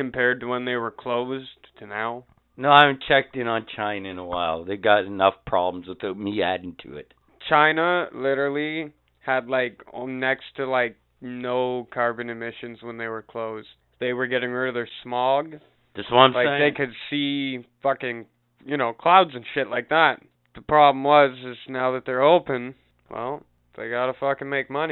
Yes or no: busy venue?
no